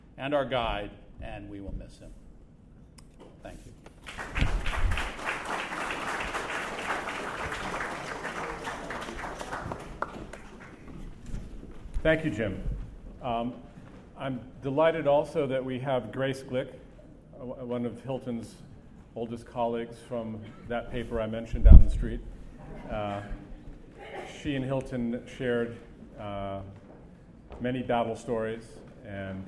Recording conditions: busy venue